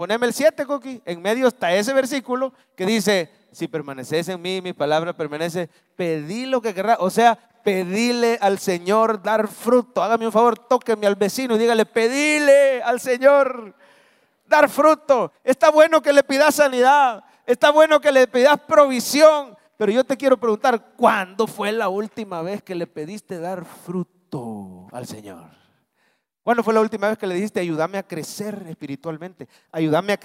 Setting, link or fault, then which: setting, large echoing room